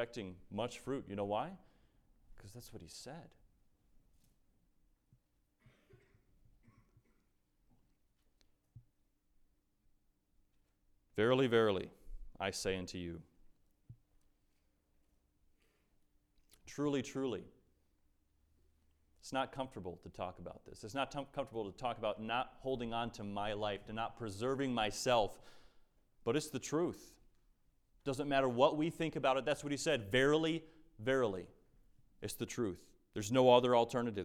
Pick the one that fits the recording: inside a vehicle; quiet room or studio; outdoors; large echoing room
large echoing room